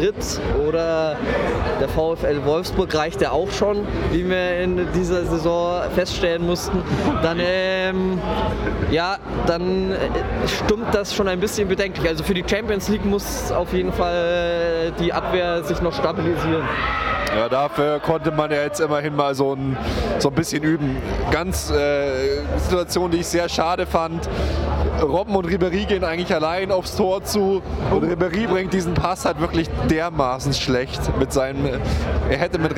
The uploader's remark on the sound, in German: Dieses Mal melden sich wir uns live für Euch aus dem Stadion und von der 115 Jahre FC Bayern Party im Backstage.